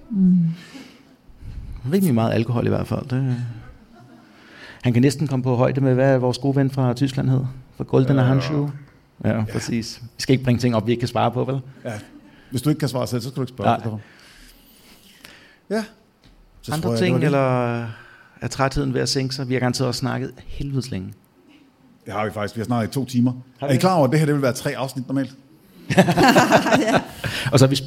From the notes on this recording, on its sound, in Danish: Afsnittet er optaget live på Hotel Cecil den 1.